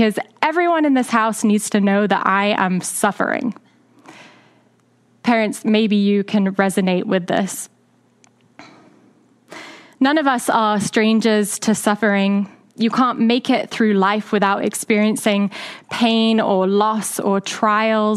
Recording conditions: large echoing room